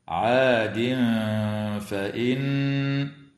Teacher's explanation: ويخفى مع الغنة مرققة عند الفاء في قوله تعالى: عاد فإن، وتغن النون المشددة من كلمة فإن بمقدار حركتين.